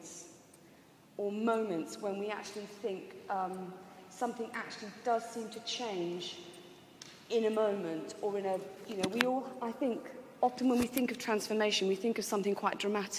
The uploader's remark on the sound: This was recorded in the Moot Community's 'Giving Up for Lent' course at the Guild Church of St Mary Aldermary in the City of London on Wednesday 17th March 2011.